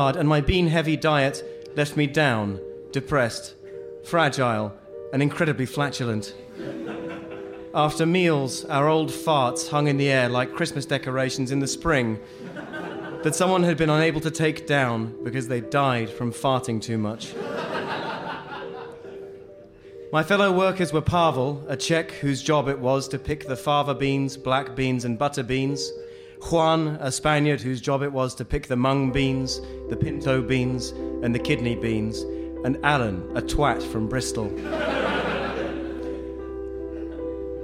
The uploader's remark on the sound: Live At The London Agriculture Festival. Recorded live in front of an audience.